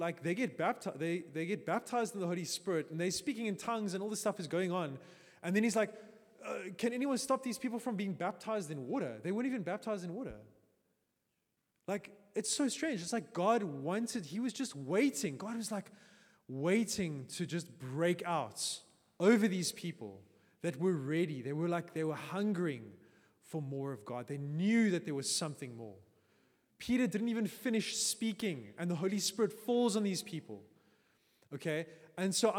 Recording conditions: large echoing room